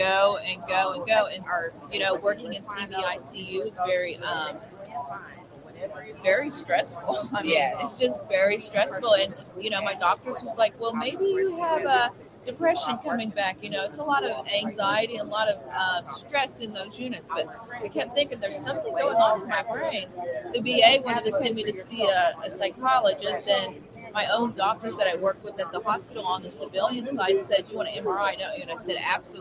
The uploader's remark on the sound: Live from MOCANN Biz Con